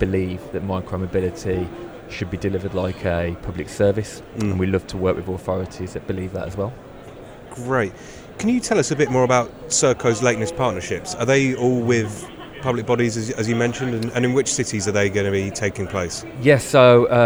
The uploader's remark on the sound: Auto Futures Live at Autonomy Paris.